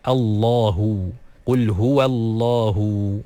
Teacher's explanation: nama Allah SWT pun perlu disebut dengan cara yang betul, dengan huruf lam yang ditaglidhkan, yang ditebalkan.